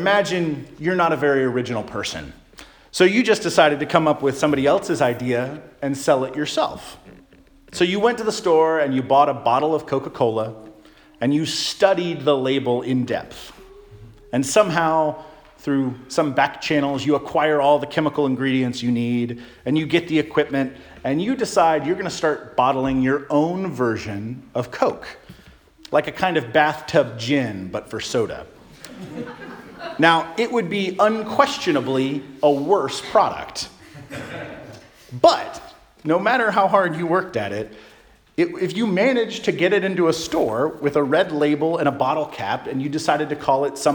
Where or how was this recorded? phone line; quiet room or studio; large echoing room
large echoing room